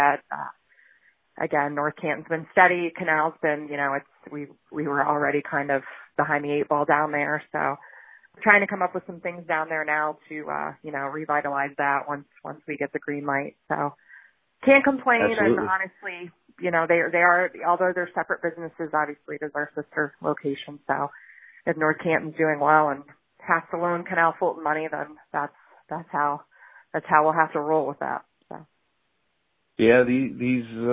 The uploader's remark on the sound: I chat via telephone